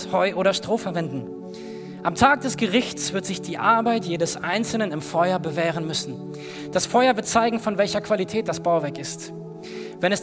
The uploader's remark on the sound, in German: aus unserem Gottesdienst am 20.